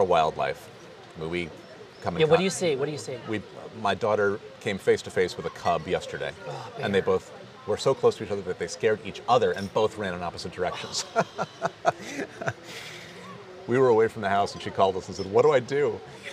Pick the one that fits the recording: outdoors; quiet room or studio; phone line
outdoors